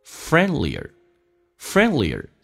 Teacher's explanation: Friendlier 记住那个 D 是可以不用发音，在美式发音当中有一个规则，三个辅音并排，中间辅音可以直接去掉，所以 N D L 都是辅音， D 直接去掉